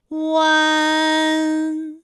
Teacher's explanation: 舌位向前迅速滑降到不圆唇的前低元音啊的位置呢，就开始升高，发啊后软腭下降，逐渐将鼻音色彩增强，舌尖迅速移到上齿龈部，最后抵住上齿龈，发出鼻音呢的状态。看啊，大家感受一下从合口改为开口状的状态，弯，是不是先从合口，然后最后变成了一个开口的状，然后最后尾音的时候呢，是要到达一个鼻腔，发出一个鼻音呢的状态，弯，哎，它就发完整了。好，大家依然跟我来读一组词 · Term: 乌安